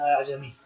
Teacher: تقلب الهمزة ألفا تسهيلا وتخفيفا